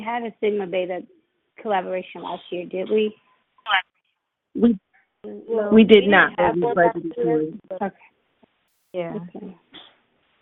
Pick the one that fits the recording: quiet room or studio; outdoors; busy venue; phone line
phone line